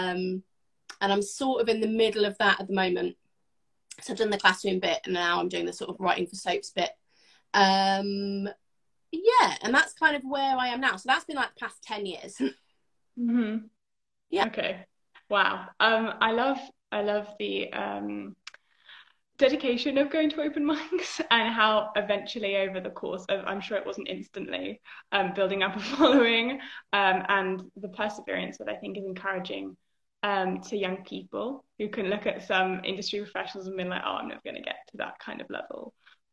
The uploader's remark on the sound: live Instagram interview